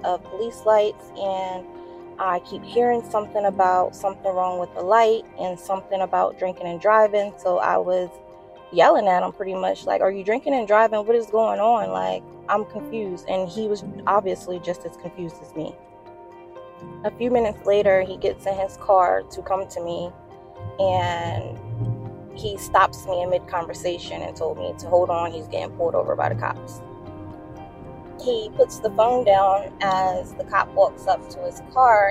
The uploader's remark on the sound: Please excuse the sound quality of this episode. It was easier for me to record this driving.